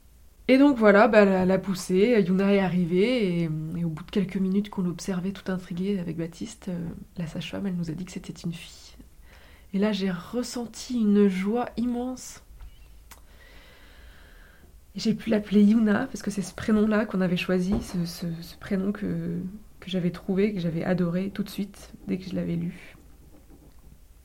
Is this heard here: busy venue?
no